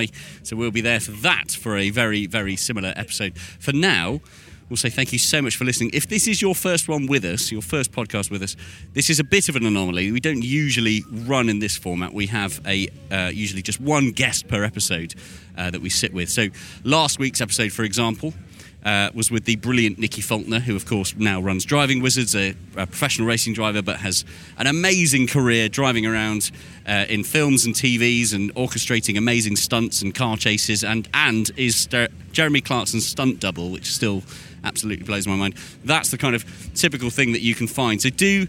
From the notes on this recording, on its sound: The Sounds of Goodwood Members Meeting 2023. Throughout the two-day event.